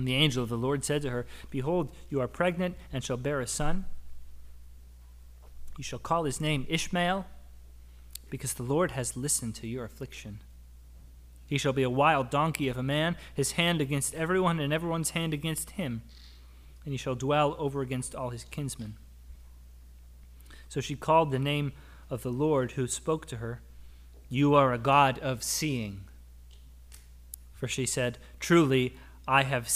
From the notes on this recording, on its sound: Audio from our service on September 11, 2022